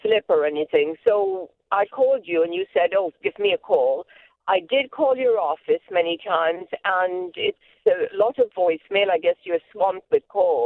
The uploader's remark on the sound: It's a wave of phone calls on this episode of the Employment Law Show.